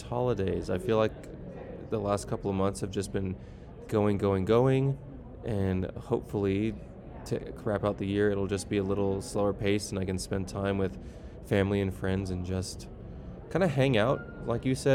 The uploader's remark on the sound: Live from AO Finals